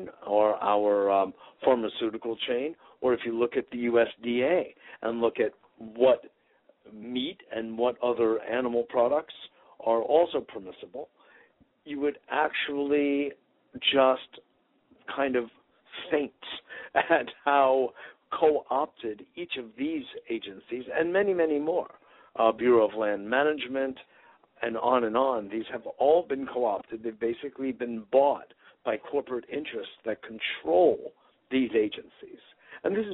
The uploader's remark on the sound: Today is a chance for listeners to call.